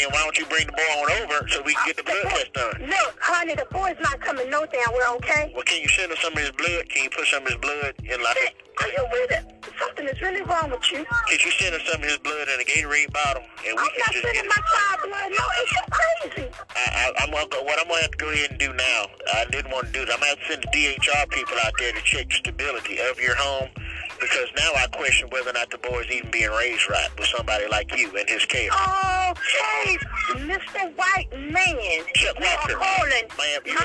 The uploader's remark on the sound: Prank phone call to a lady